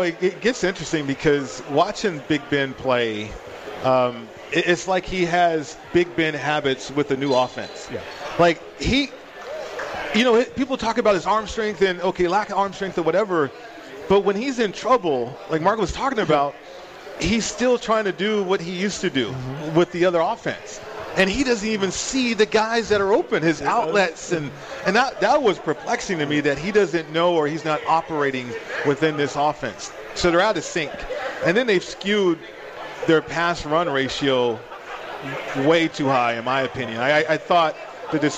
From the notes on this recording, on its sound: Live From The Cosmopolitan of Las Vegas.